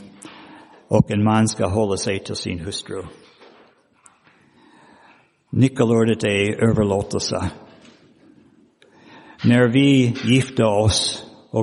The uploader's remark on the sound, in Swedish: Inspelad i Roseniuskyrkan den 19 februari 2023.